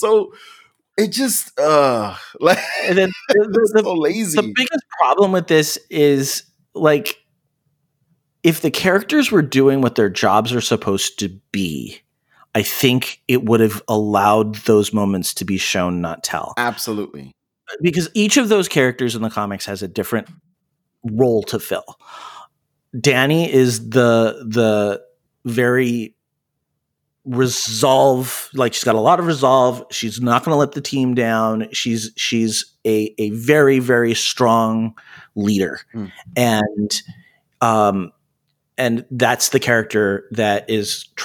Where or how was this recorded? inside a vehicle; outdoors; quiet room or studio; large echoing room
quiet room or studio